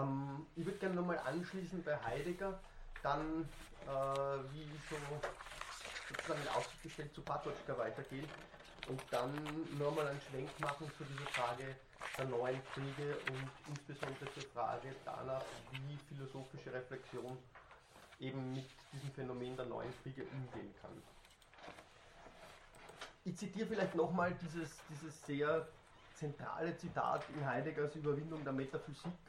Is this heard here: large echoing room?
yes